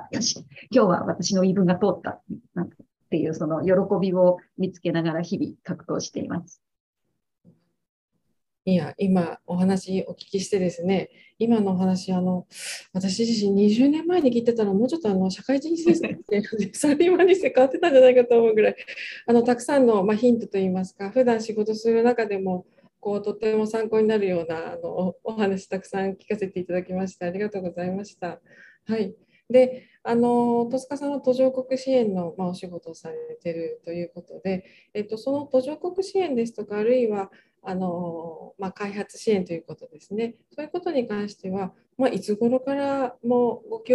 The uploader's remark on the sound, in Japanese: 収録場所： オンライン (Zoom)